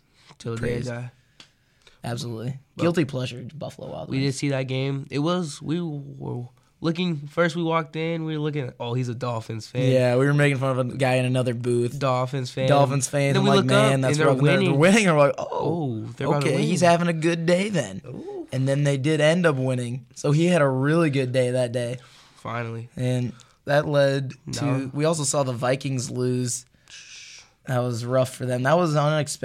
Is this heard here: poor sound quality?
no